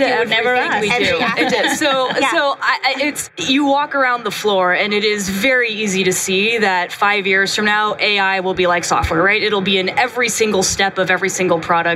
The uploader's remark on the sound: live from the GE HealthCare booth at HIMSS